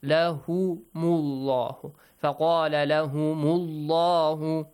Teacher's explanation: The letter lam in the word Allah is pronounced heavily here.